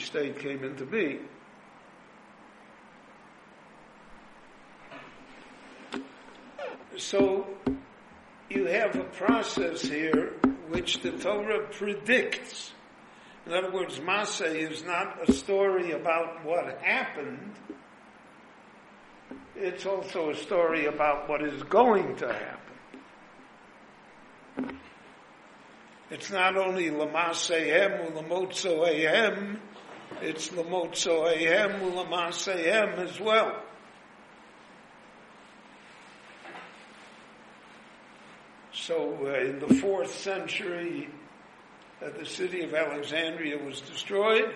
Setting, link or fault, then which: setting, live audience